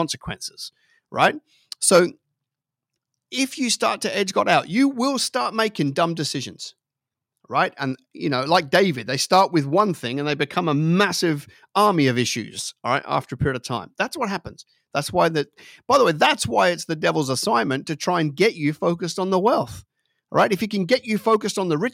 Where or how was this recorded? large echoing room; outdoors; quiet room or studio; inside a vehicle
quiet room or studio